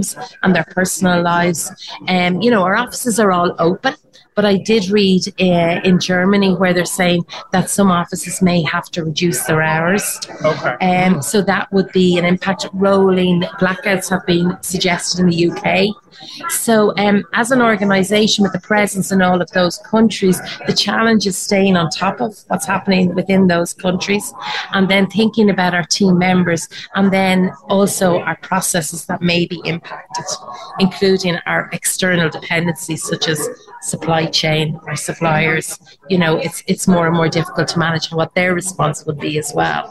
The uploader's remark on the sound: a live broadcast from the Continuity & Resilience Today (CRT) conference in Toronto